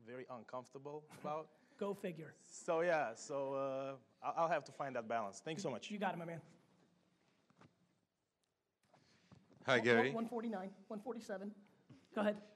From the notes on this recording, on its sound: This episode is a keynote that I gave in Romania back in 2017 at the brand minds conference.